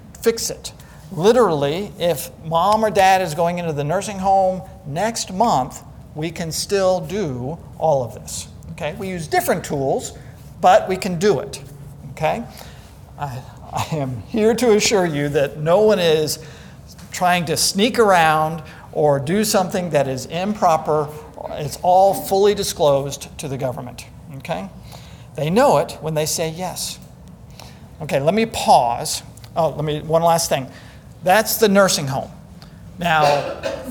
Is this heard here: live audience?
yes